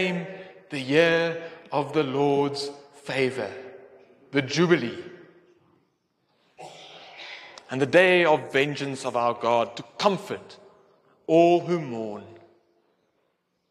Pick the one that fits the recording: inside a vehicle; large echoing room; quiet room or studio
large echoing room